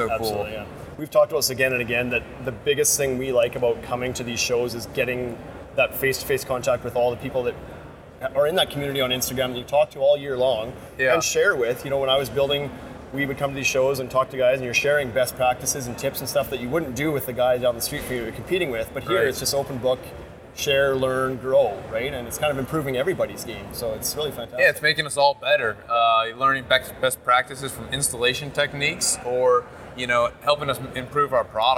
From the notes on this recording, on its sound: Live from Las Vegas at IBS 2019.